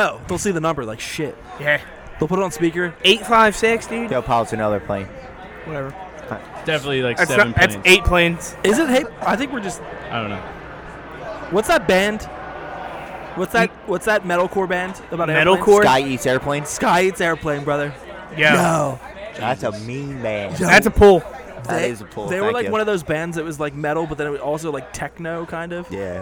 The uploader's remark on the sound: The gang pods LIVE from The House of Kain in Gloucester City